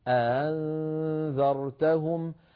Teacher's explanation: همزة لم ينغلق عندها الوتران الصوتيان كمال الانغلاق، بل ابتعدا عن قليلا فتسرب الصوت قليلا من بين الوترين، أنذرتهم. · Term: الهمزة المسهلة